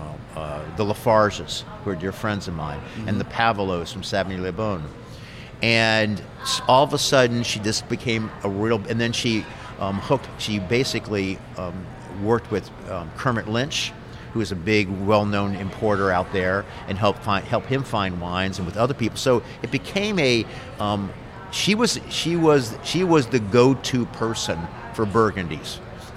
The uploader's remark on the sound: We're at Brasserie Beck in downtown Washington, DC.